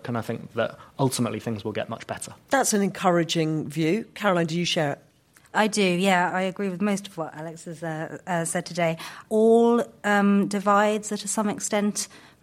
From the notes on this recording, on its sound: in front of an audience of international students